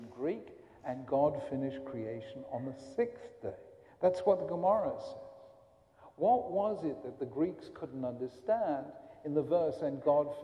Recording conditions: live audience